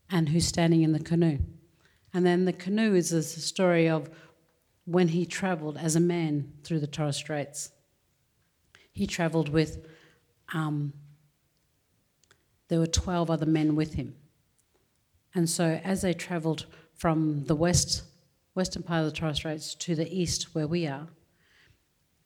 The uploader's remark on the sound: Recorded before a live audience at the Art Gallery of South Australia.